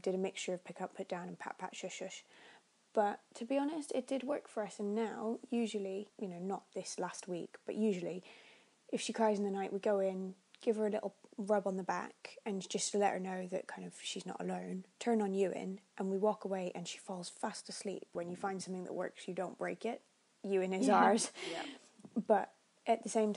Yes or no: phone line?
no